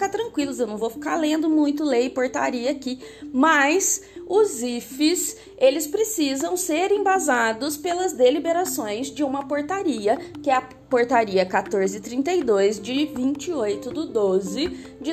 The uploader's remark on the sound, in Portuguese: Aplicativos: anchor e canva (versões gratuitas). Gravado do celular (Redmi Note 8 PRO – sem microfone).